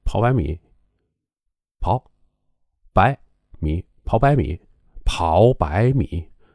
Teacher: 哪会个个都像这个中央台的主持人讲那么准呢？语流音变呢？其实也是有标准。我天哪，这卡塔尔、卡、塔、尔，这仨全是三声，这三声啊最麻烦。那语流音变，特别是这个三个音儿连在一块儿的啊，我给大家讲讲这个特别有意思。有怎么组合的？就是一二组合，就是三个字儿啊，一二组合。一二组合呢，就是，哎，从这意思上来说啊，就是前边儿一个字儿，带着后边儿俩字儿。比如说跑百米。就说你要跑一百米，那显然这个百米是连在一块儿的，跑百米。如果这样，它应该发生什么因呢？这第一个字儿，这个跑啊，它不是这个二幺四。啊，不是这个了，别那么高，它就是降下去就完了。就，然后第二个因呢，从这个三声变二声，就是百它变成了白